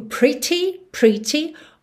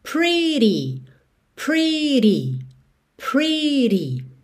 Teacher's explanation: tanto pode ser T, que seria o inglês mais britânico, pretty, pretty, ou aqui no caso, com o inglês mais americano, rarara